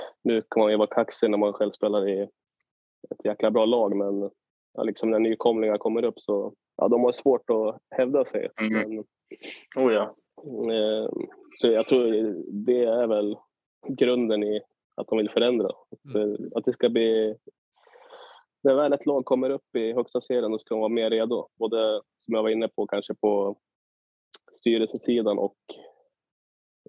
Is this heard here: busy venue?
no